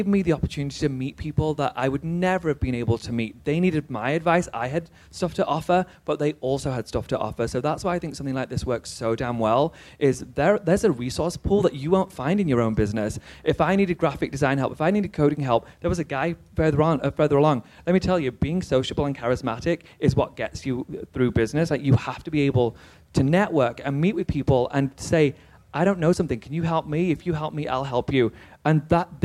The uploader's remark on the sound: This LIVE conversation from the WeWork Creator Awards where I was joined on stage. This LIVE conversation from the WeWork Creator Awards where I was joined on stage.